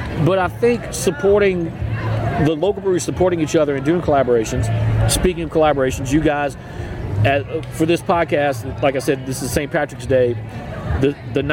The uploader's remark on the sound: On this episode we take a trip to Tin Roof Brewing here in Baton Rouge.